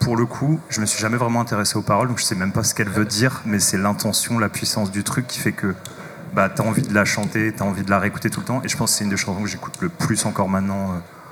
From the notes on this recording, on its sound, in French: Réalisé en direct au Marché Off Place Grimmeissein. À l'occasion de l'émission en collaboration entre Radio en Construction (Artefact) et Radio RBS.